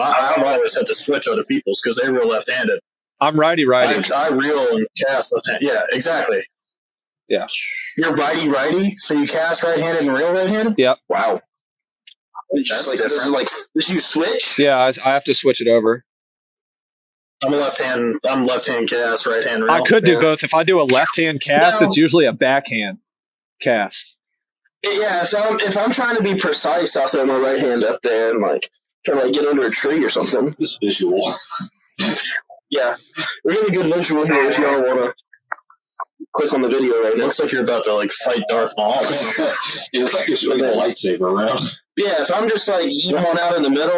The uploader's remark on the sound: Audio took a step back in this one.